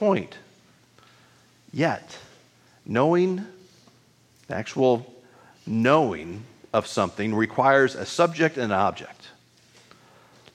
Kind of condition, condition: setting, large echoing room